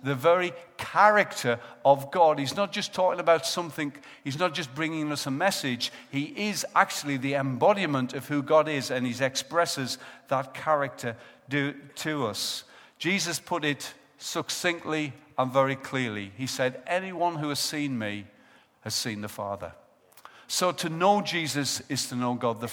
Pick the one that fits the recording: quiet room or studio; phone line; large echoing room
large echoing room